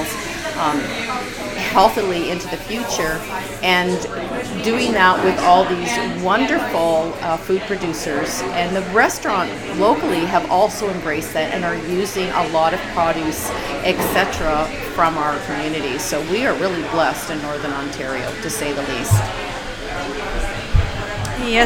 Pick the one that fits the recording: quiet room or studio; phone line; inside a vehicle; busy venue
busy venue